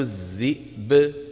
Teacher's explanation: الذئب إذا بدنا نوقف عليه، طبعا مو سهل أنك توقف على الذئب، نسكن الهمزة ونقلقل الباء